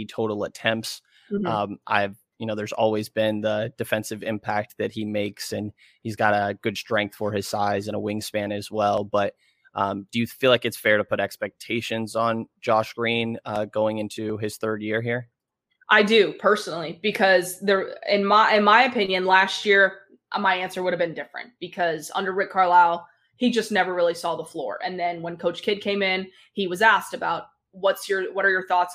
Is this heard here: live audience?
no